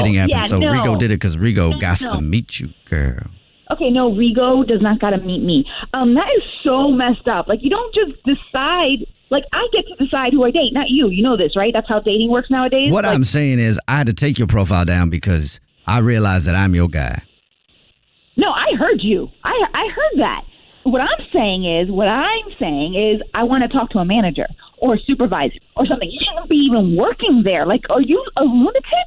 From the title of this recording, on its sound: Phone Prank!